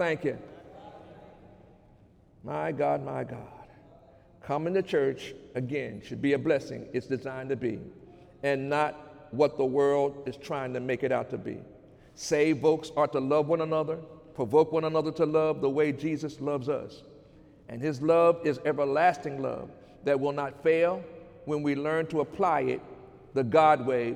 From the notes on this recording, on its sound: During Sunday morning service on March 10, 2019